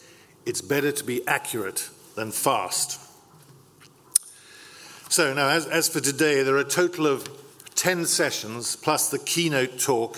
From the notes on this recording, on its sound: opens our Newsrewired conference